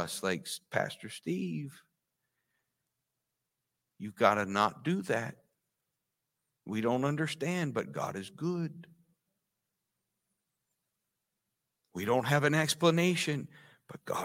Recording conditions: large echoing room